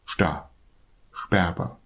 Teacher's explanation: wir machen erst den Mund nach vorne und dann kommt der Sch-Laut